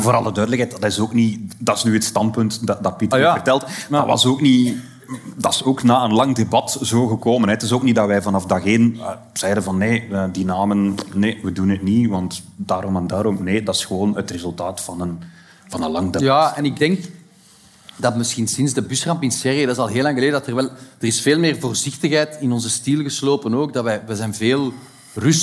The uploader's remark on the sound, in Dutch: LIVE vanop het Podcastfestival